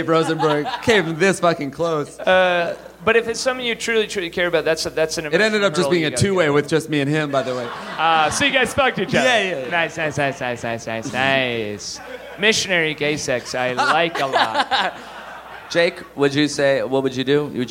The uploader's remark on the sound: Live from Montreal!